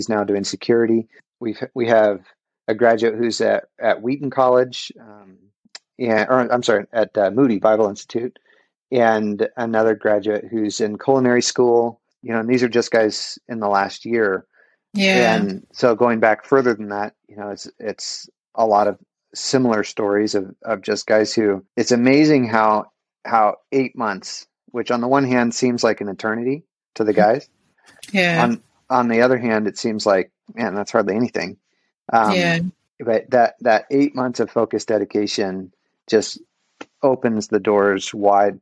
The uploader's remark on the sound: This podcast was recorded with Riverside. This podcast was recorded with Riverside.fm.